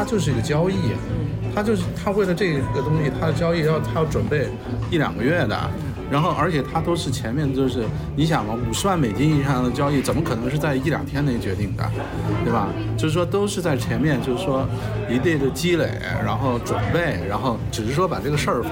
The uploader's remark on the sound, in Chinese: 两周前在纽约某酒店大堂吧的一次聊天。因为录制环境原因， 噪音较多，还请听众多多包涵。